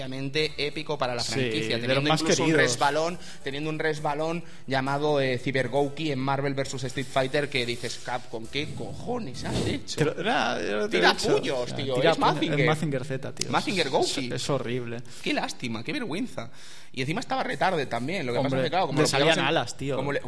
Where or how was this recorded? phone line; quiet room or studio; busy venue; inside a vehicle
busy venue